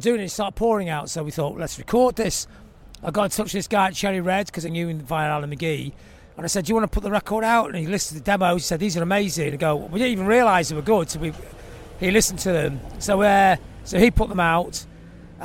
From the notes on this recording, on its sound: while walking around London